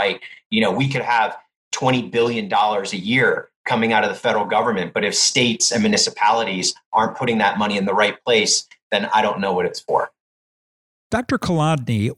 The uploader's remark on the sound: meeting online for last week’s live webinar